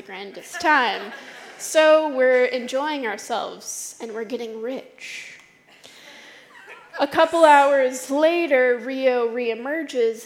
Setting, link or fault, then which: setting, live audience